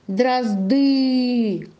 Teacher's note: Ударение падает на «ы».